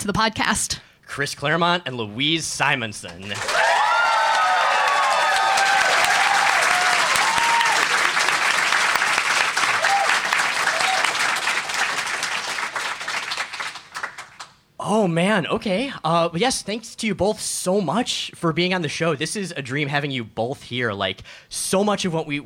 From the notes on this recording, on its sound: Live at NYCC. Our first-ever live show on the East coast!